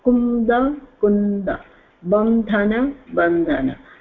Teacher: अनुस्वारस्य स्थाने नकार आदेशो भवति